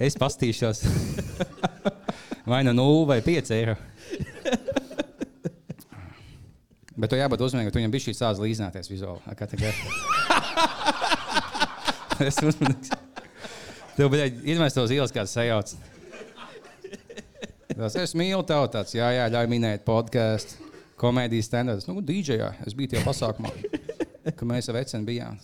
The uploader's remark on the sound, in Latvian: Ieraksts no Live epizodes Cēsīs Fonoklubā